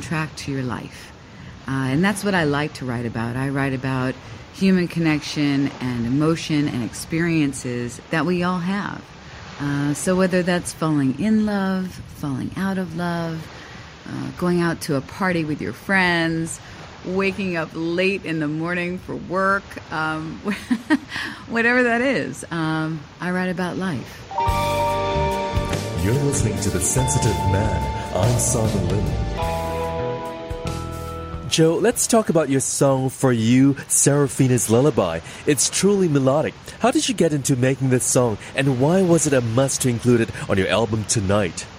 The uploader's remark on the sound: captured with the sound of gentle waves on a balmy day in Singapore